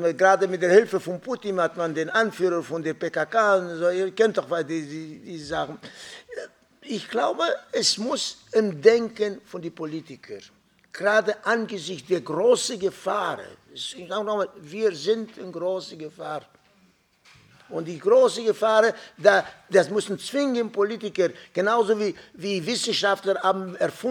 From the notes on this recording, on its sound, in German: Rohaufnahme der Attac-Veranstaltung. Im Ökumenischen Bildungszentrum Sanctclara in Mannheim.